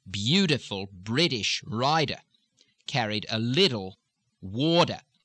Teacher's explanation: The tendency is to change the medial T's to D's.